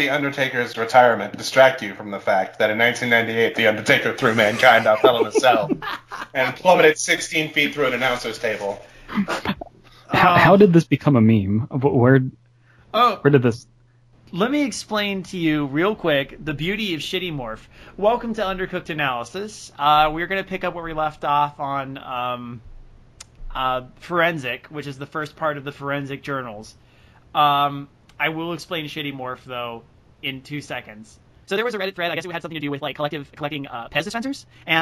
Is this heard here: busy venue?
no